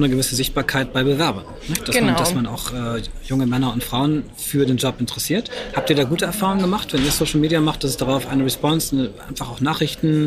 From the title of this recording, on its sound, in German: Live vor Ort beim Viessmann Influencer Tag